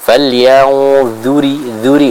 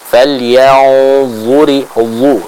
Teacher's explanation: kita juga harus menyempurnakan bacaan huruf zo dengan tebal · Shown in: second take · ya. Karena huruf zo ini apabila kita baca dengan tipis, maka nanti dia akan berubah menjadi huruf zal.